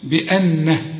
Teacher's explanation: النون أنا غنت لأن كل نون في القرآن لازم تغن ما دام عليها الشدة